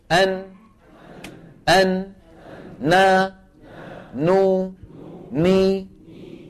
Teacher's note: تتكون من عملين مجموعهما يشكل حرف النون. العمل الأول لساني، وهو أن طرف اللسان يقرع ما يحاذيه من غار الحنك. والعمل الثاني غنة من فين؟ من الخيشوم. · مو اللثة ولا اللثة، اللثة بلام مشددة مكسورة بعدها ثاء مفتوحة غير مشددة مخففة، يعني اللثة من طرف اللسان مع ما يحاذيه من اللثة تحت مخرج اللام بقليل